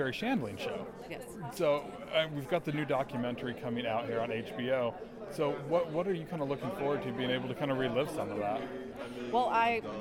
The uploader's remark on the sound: I am coming to you LIVE from the Blue Carpet at the 2018 Paley Festival in Los Angeles.